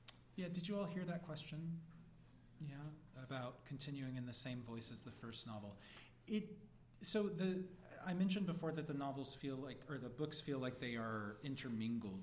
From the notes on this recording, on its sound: 2019 Writers' Block Festival.